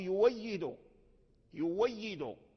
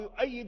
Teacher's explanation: وورش لا يقرأ لا يحقق الهمزة فيها في مثل هذا فيبدلها واو · Shown in: first take